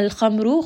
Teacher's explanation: Innama al-khamru. Kha is heavy. Ra in this case is going to be heavy.